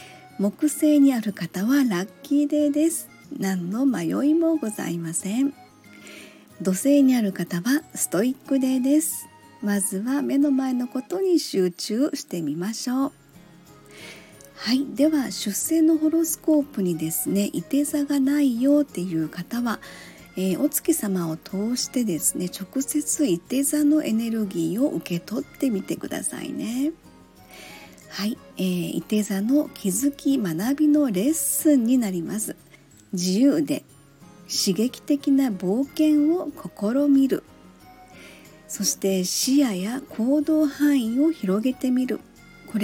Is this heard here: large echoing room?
no